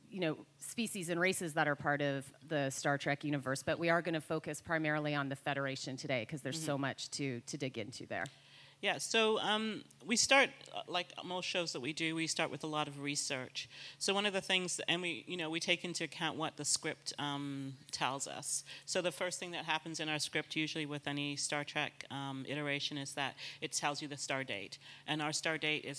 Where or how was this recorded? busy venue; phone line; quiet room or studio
busy venue